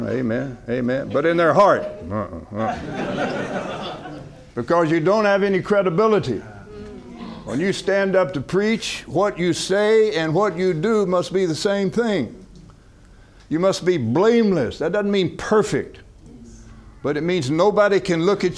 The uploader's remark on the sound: From the HeartCry Asia Conference 2023